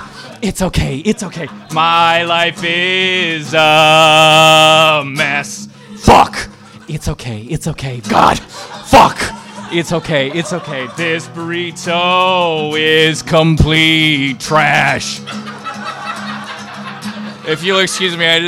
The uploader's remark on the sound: The Your Stories show we recorded at the Nerdist Showroom at Meltdown Comics. It was a real treat to record at such an iconic venue.